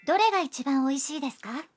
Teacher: Agregando desu ka y elevando la entonación al final de la frase, obtenemos una pregunta